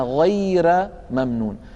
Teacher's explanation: رققنا الراء لأنها مسبوقة بياء ساكنة · Term: الراءات المرققة